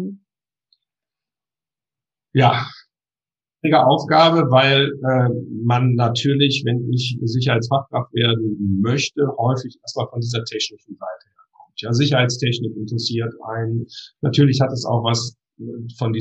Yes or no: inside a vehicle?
no